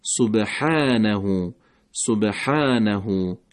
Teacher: خود کلمه سبحانه الف مدی که همراه حرف حا اومده، اینجا ما صفت استفعال رو داریم، یعنی حرف حا با الف مدی میل به فتحه پیدا میکنه، نمیگیم سبحا، سبحانه، سبحانه، که همون صفت استفعال هست.